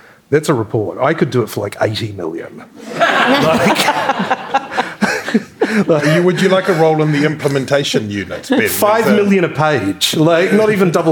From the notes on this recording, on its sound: Star-studded live Tauranga special. To cap off a tremendous Escape Festival in Tauranga. Before a live audience.